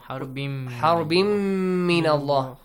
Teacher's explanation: A nasal sound and also two counts